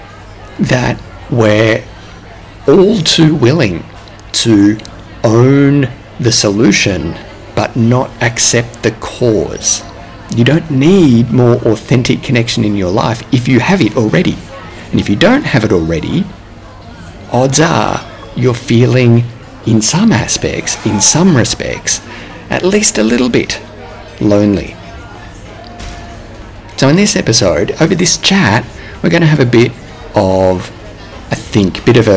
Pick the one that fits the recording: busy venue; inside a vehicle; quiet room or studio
busy venue